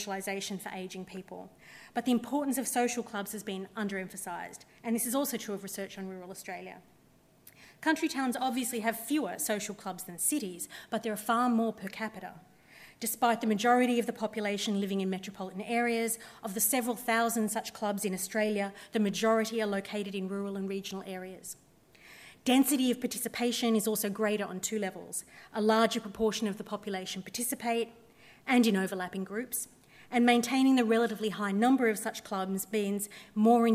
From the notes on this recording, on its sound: THIS LECTURE WAS HELD ON 8 September, 2016 at the University of Sydney as part of the Sydney Ideas and the Insights Lectures series